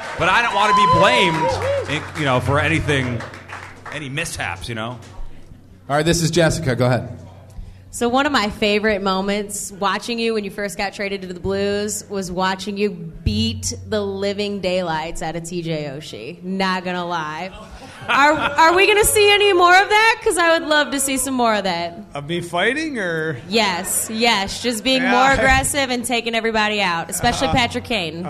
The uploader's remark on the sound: Live at Hot Shots in St.